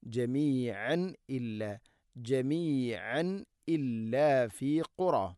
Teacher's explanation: ജമീഅൻ തൻവീന് ശേഷം ഹംസ. വെളിവാക്കി ഉച്ചരിക്കണം തൻവീനിനെ. · Term: ഇസ്ഹാർ